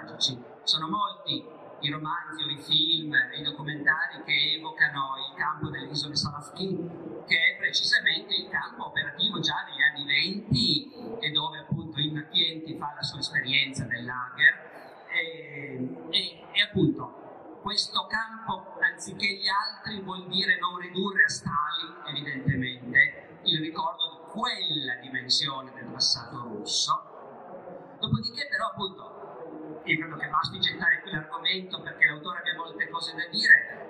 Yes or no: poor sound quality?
yes